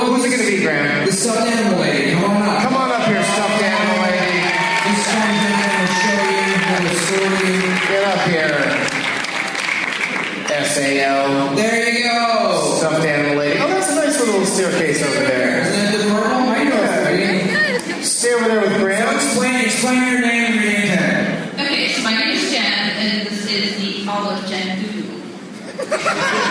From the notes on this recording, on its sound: Competes against audience members at the Neptune Theater on Sunday April 14, 2013. Seattle.